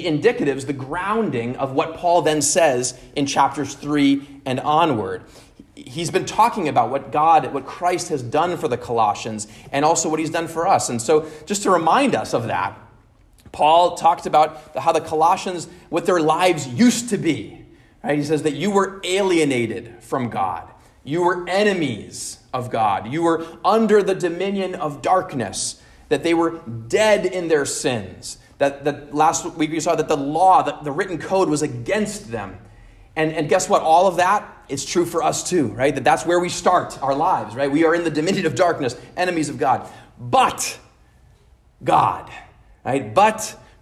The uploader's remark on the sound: At Immanuel Lutheran Church in Pasadena, CA.